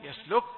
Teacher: فعند الوقوف على الهاء الساكنة يأتي شيء من هواء الزفير يعبر عن هذه الهاء يسلك، ولا تكلف نفسك زيادة في الصوت لتسمع الناس، لأنه بطبيعة الحال الهاء وهو متحرك حرف ضعيف يقوى بالنفس، فما بالك وهو ساكن. فيظهر صوت الكاف مهموسا يسلك، ويظهر صوت الهاء خفيفا للقريبين